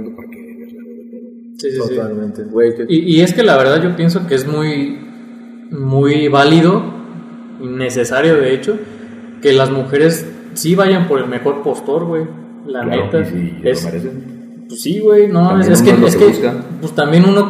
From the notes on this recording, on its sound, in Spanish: Seguimos en proceso de mejora continua, disculpen las fallas de audio ^^'.